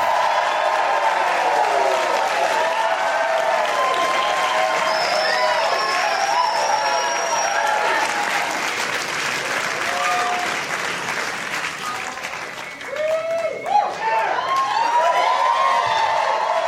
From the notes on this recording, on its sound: Live from the Gramercy Theatre in New York